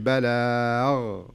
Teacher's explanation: عشان كذا تصير خشنة شوية، فحاولي انك تدربي عليها، خذي حرف منتهي بحرف الغين، مثلا بلاغ، لاحظي لما أقول بلاغ صارت كأنها خاء، لكن لما أقول بلاغ صارت غين نظيفة كذا ما فيها أي خشونة أو يعني الثقل اللي في الخاء